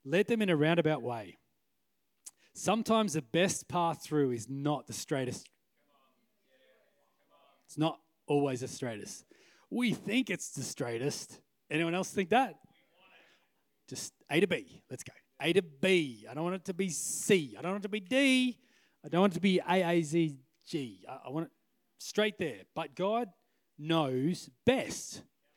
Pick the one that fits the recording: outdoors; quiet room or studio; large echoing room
large echoing room